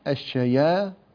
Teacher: الألف التي بعد الياء الشياء مرققة، لماذا؟ لأنها وقعت بعد حرف مرقق